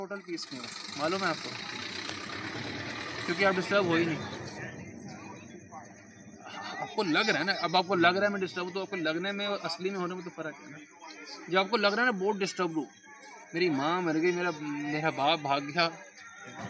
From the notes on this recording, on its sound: delivered at Yamuna Tat, Sri Vrndavan Dhaam